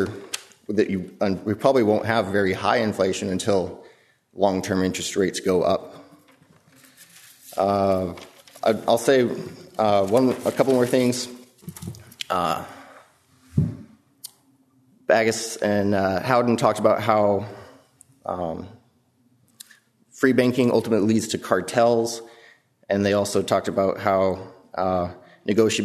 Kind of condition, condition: setting, large echoing room